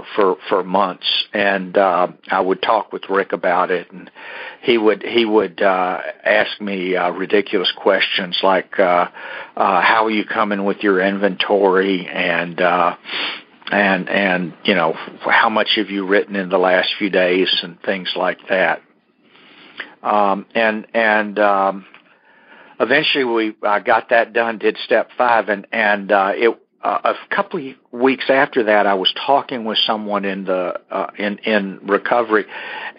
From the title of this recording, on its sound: Monday Noon Phone Speakers Series